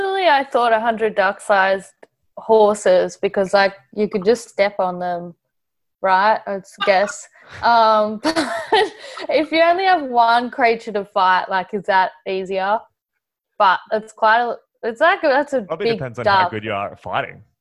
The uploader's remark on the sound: We got the Newstrength Crew back together to do a podcast episode answering listener questions over zoom.